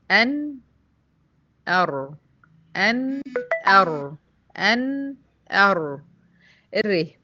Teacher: طرف اللسان برضو مع ما يحاذيه من لثة الثنايا العليا قريب من مخرج النون · Term: حرف الر